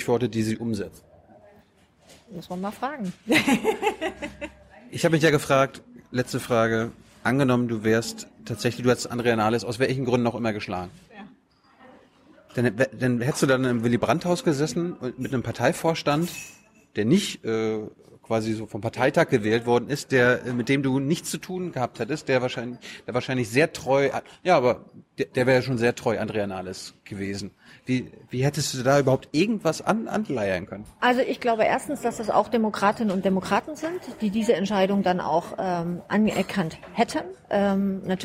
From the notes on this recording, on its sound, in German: im "ocelot, bookstore" in der Berliner Brunnenstraße aufgenommen